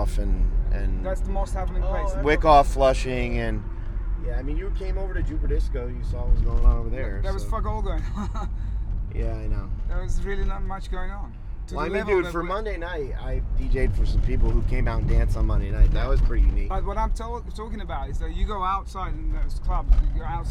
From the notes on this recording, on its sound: New Vague City presents a conversation between 3 heads in transit, in the middle of the night. Was driving a cab that night.